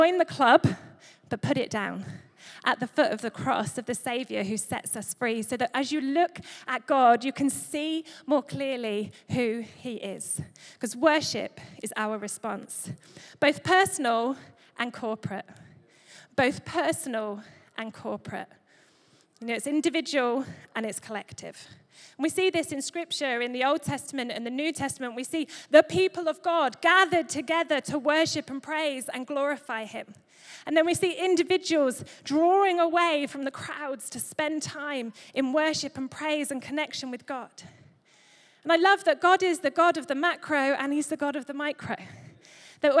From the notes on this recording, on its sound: Recorded live at Life Church Lancashire - 30th April 2023